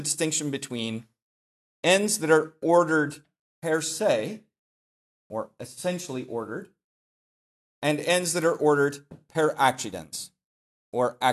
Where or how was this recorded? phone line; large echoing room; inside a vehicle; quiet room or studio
large echoing room